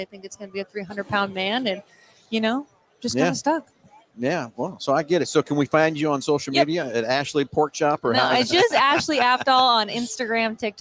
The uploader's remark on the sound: Live from PRI Trade Show in Indianapolis, IN.